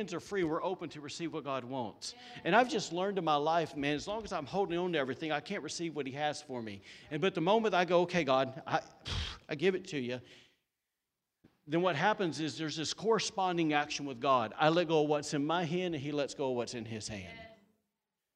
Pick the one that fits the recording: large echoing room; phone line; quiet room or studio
large echoing room